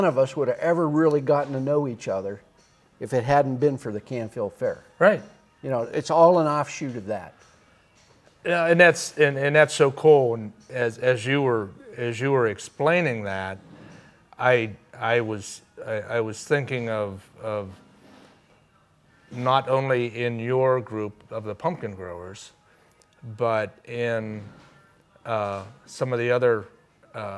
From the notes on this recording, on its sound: recorded onsite at The Canfield Fairgrounds!